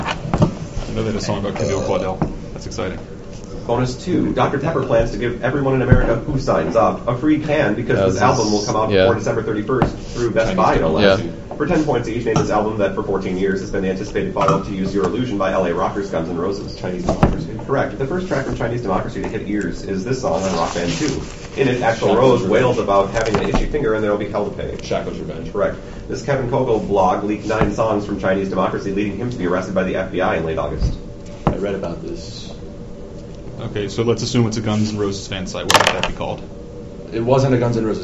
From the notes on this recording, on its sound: Rob Pilatus Trash Tournament 2008 (Trash) - Recording 2